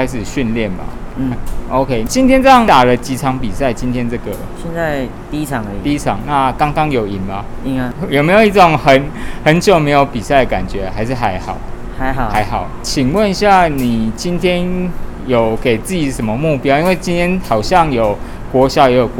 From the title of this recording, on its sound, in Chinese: 乒夢U13排位賽現場訪問